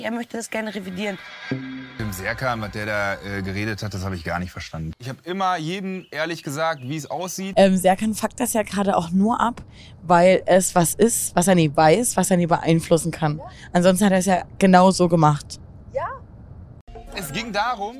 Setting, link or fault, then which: setting, inside a vehicle